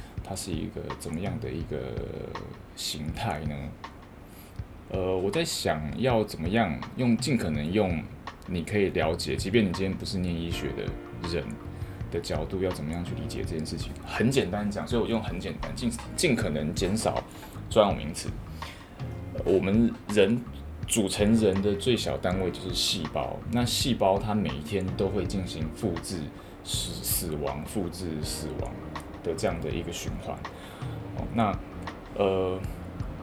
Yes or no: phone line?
no